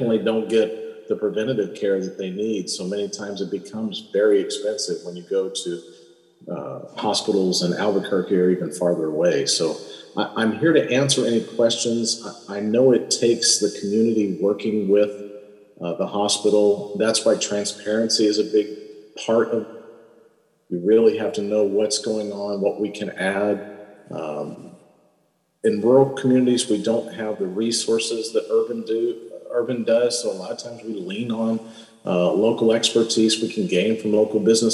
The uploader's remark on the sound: Recorded at Angela's Cafe in downtown Gallup